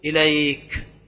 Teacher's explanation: المد مع الكاف الساكنة المهموسة